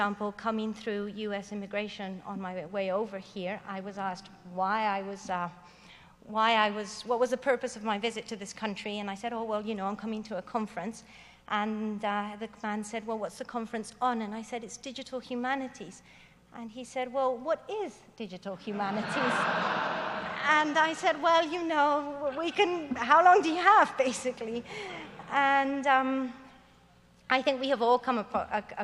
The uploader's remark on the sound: Digital Humanities 2013 Closing Keynote